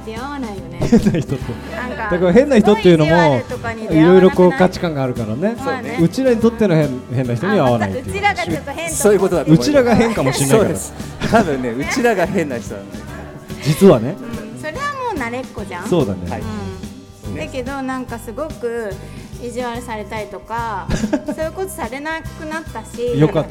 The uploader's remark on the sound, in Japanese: 公開収録